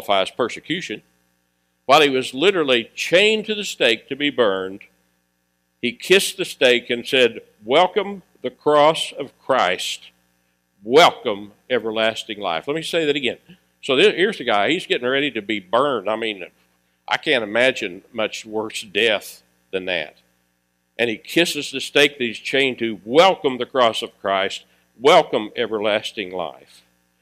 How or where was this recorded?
large echoing room